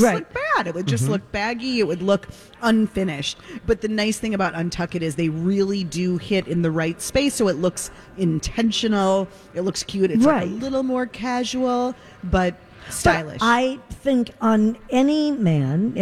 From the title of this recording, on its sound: Live form the Galleria for Santa Stop #1!